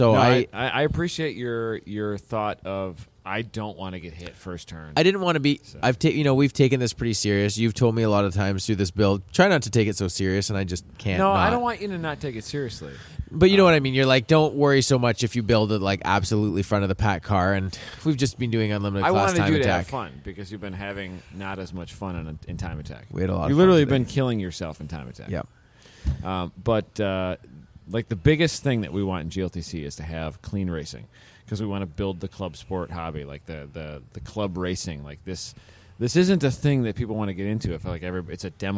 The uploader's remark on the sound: We're still at COTA